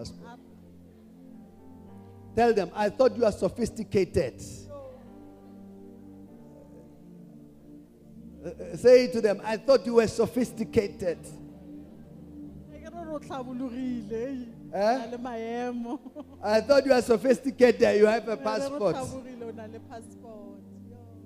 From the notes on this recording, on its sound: Day 1 Session 1 The Apostolos Thanksgiving Conference 2023